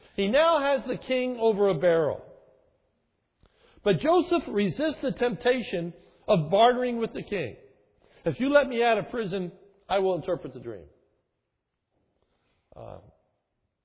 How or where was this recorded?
large echoing room